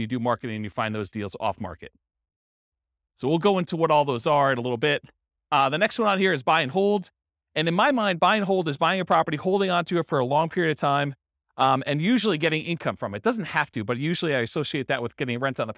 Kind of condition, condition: setting, live audience